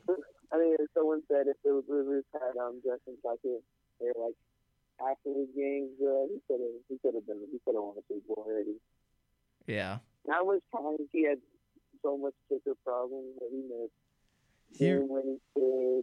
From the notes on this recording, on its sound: joins the show as a live caller